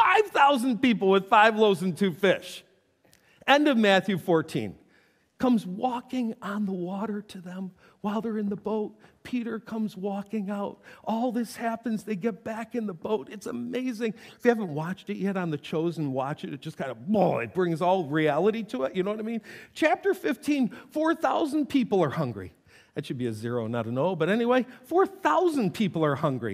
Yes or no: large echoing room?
yes